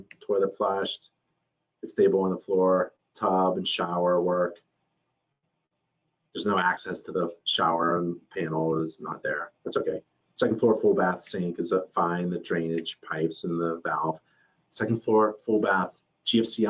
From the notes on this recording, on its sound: Video recording of a webinar. Video recording of a webinar.